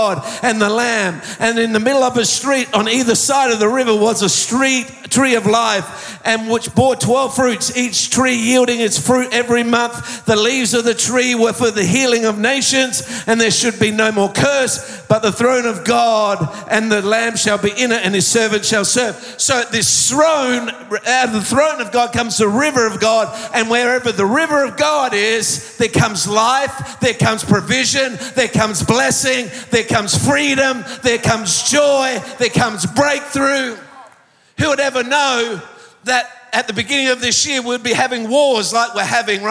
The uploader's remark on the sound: Recorded live at Planetshakers Church (Melbourne).